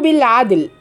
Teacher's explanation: قلقل الدال وانت بتنطقي بالعدل